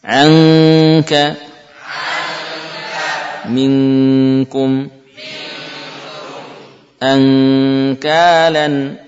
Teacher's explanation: ikhfa nun pada kaf, tempelkan lidah bagian belakang ke langit-langit. Ya, bunyikan suara eng.